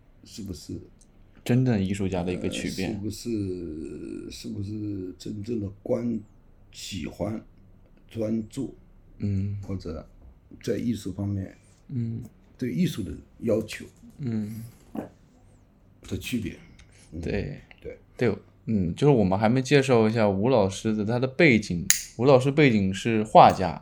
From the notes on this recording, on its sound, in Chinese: 本期录制时环境比较嘈杂